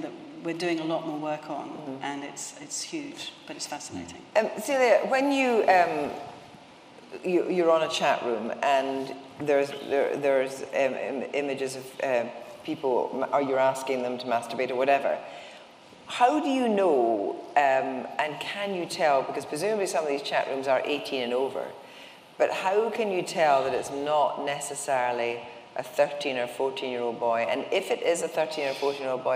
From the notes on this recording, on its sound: In this panel discussion recorded in the RA's Benjamin West Lecture Theatre.